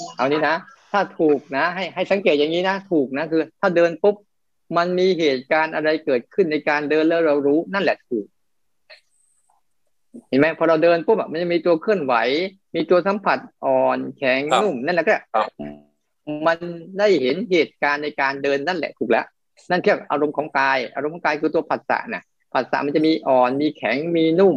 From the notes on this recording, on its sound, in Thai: คอร์สออนไลน์ (ผ่านโปรแกรม Zoom).